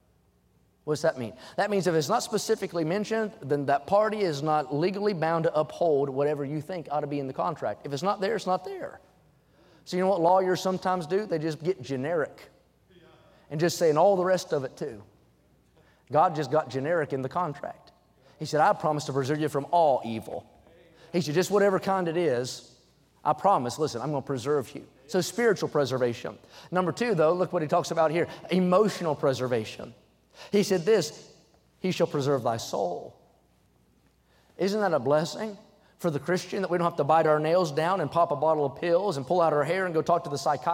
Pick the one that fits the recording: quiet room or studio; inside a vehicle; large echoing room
large echoing room